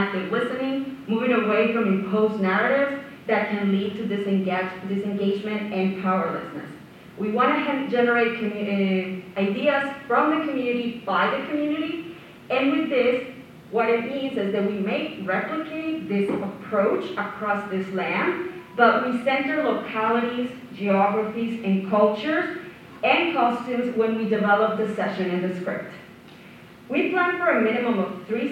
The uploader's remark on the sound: Recording from the Parkland Institute's Fall 2022 Conference: Doing Democracy Better: Challenging the Politics of Fear and Resentment. At the University of Alberta. Q&A excerpt.